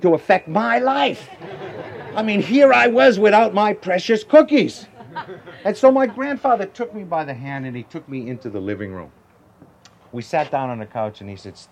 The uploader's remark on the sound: Live at the Sierra Storytelling Festival